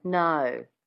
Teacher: I mean, one of the other words Taron and I played with was that no, adding that little schwa at the beginning of the O sound gives it that Australian twang.